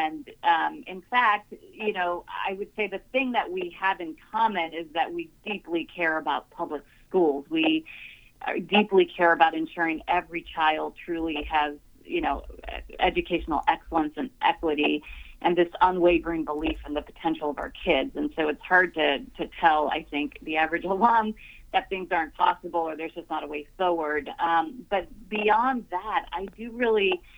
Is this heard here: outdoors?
no